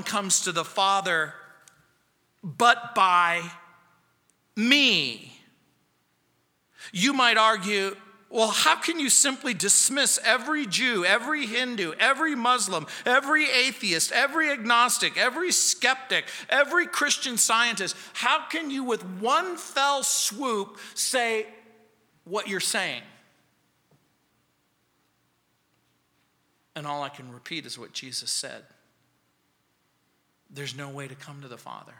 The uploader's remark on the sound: On Sunday Mornings. At Calvary South Denver in Littleton CO.